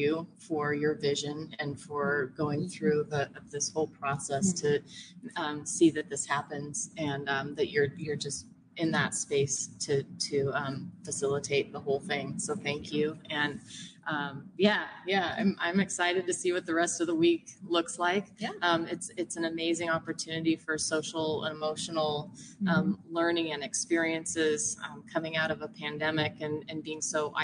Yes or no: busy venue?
yes